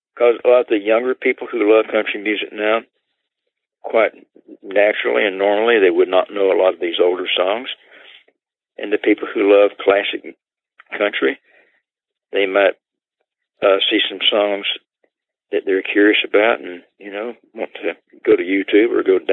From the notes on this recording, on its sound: he joins us by telephone